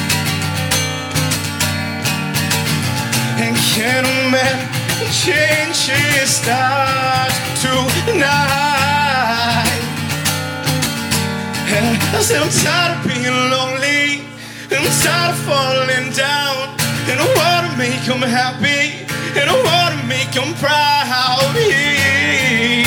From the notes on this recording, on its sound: Recorded live at Late at the Lake, at Mozart's Coffee Roasters in Austin, Texas on Tuesday, May 2nd, outdoors on our main stage.